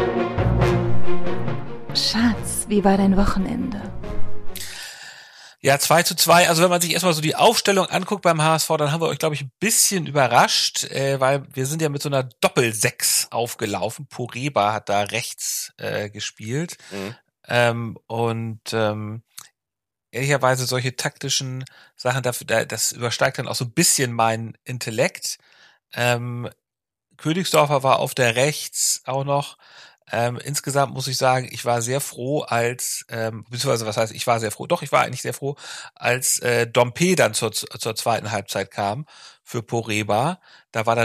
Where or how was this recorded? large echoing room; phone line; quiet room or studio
quiet room or studio